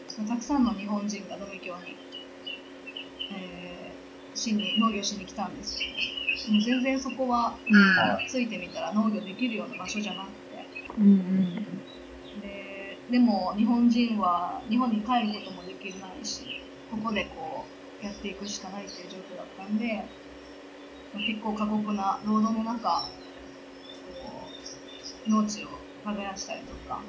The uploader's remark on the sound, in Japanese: 音質が不安定です、ごめんなさい。